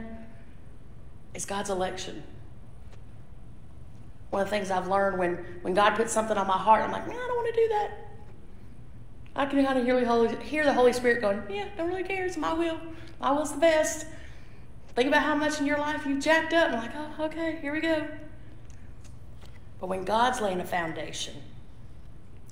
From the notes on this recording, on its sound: This message was previously recorded at Ashville First Methodist Church.